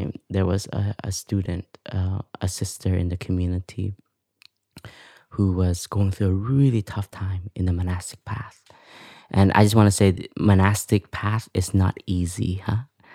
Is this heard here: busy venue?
no